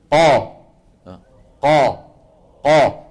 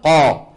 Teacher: يعني لما ننطق القاف، لما نقول قا قا قا ونضغط صوتنا لفين، خليك معي ركز حتى تفهم، قا قا، لما تضغط، لما بتنطق القاف المفتوحة مثلا قا، تجد بأن صوتك انضغط لفين؟ لقبة الحنك، لفوق لسقف الحلق · Term: التفخيم